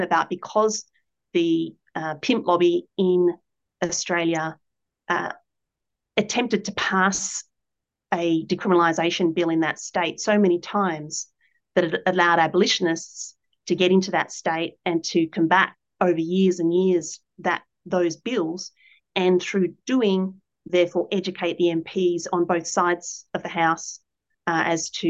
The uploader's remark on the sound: A live webinar